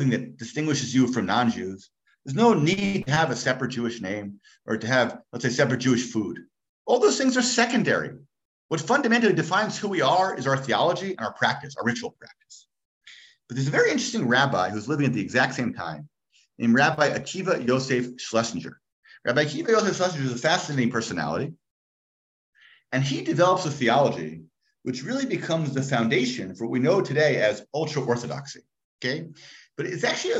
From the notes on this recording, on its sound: Gives a shiur over Zoom. For Illuminate, Orayta's virtual adult beit midrash.